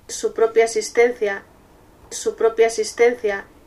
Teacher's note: ピアと existencia の最初の e、これがピアイ、ピアイという一つの音節にまとまってしまっています。